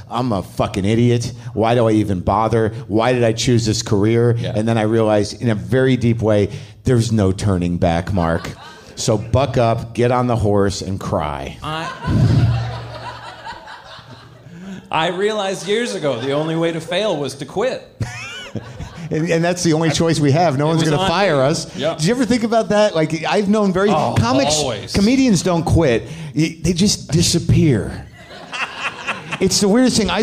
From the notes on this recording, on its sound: At Comix in NYC. A live WTF taping.